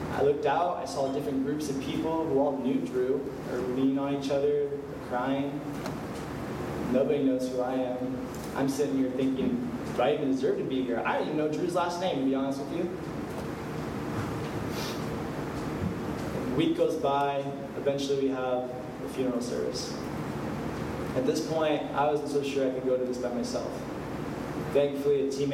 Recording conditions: live audience